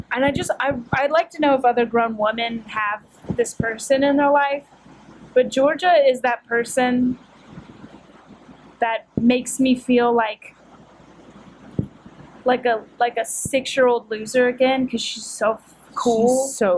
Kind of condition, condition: fault, background noise